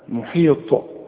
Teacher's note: الطاء طلعها طاء، ما تطلعهاش تاء، تقولش محيط، لا محيط.